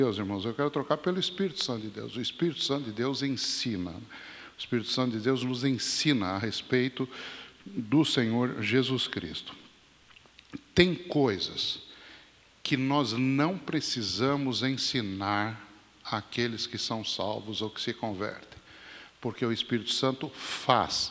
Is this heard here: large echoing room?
yes